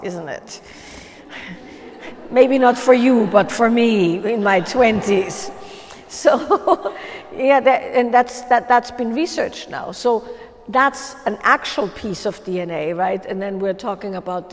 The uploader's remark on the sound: a live Q&A during a Wild Woman's Way workshop